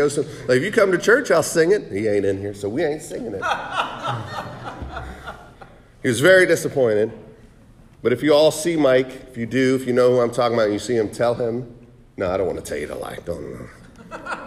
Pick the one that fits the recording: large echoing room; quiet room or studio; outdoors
large echoing room